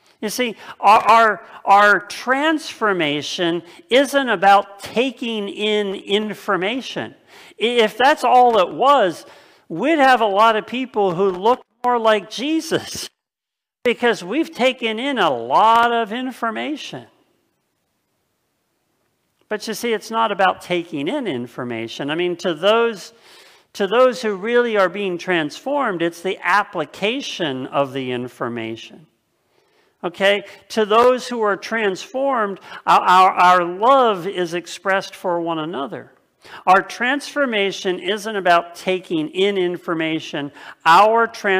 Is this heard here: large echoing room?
yes